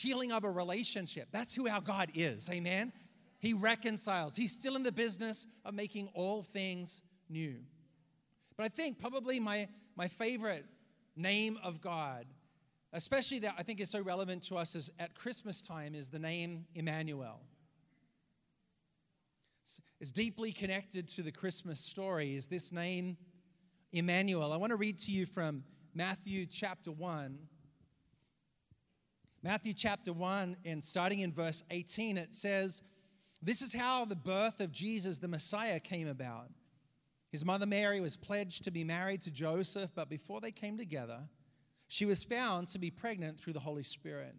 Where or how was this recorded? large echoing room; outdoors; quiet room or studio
large echoing room